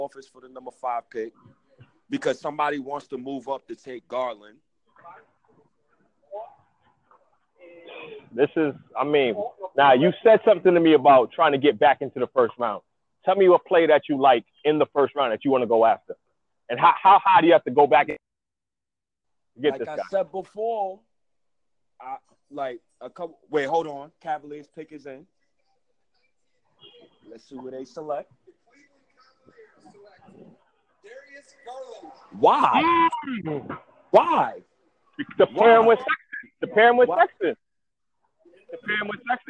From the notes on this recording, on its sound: Calls me while I’m at work during the NbA draft.